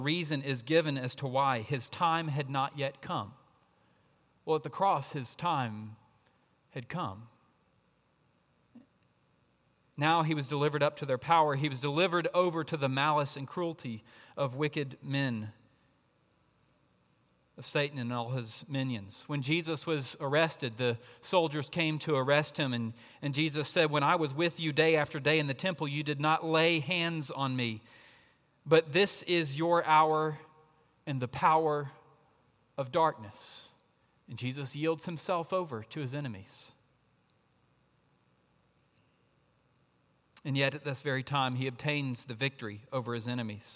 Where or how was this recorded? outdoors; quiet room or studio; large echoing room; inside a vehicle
large echoing room